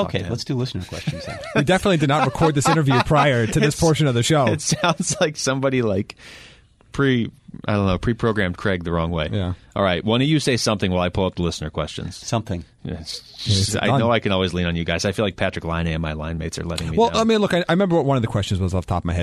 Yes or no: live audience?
no